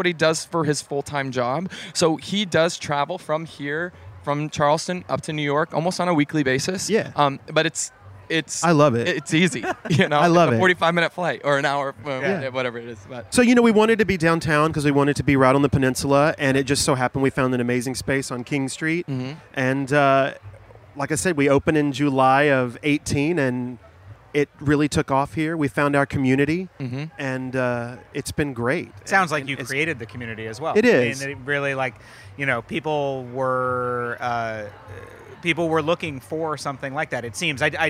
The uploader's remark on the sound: For HRN’s final day broadcasting from Charleston Wine + Food.